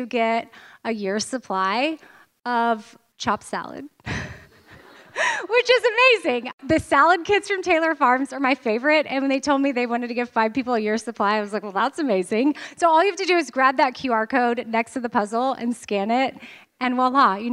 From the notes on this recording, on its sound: LIVE from Nashville. The LIVE shows from Nashville were truly so special & being in person was such an amazing energy.